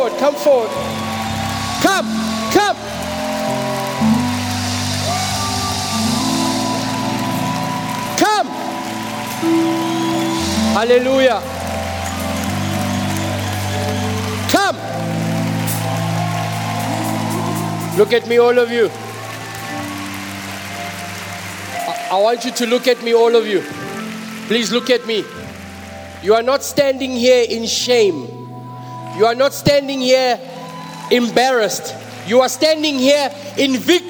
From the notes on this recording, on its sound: preached at the Good Friday Celebration 2022, hosted at Grace Bible Church Pimville